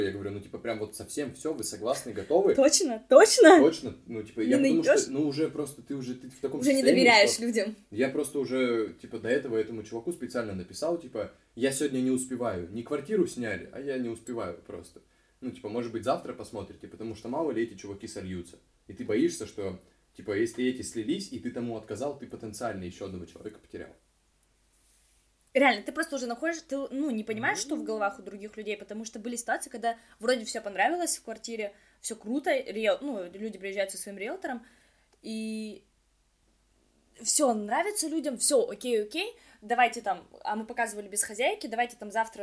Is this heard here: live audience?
no